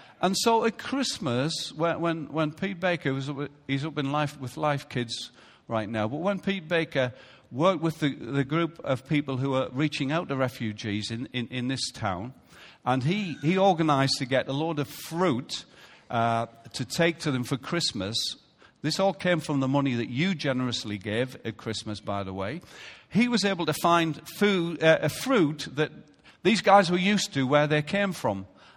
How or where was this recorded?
large echoing room